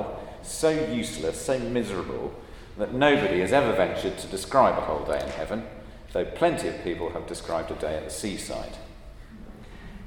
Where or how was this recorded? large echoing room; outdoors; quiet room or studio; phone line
large echoing room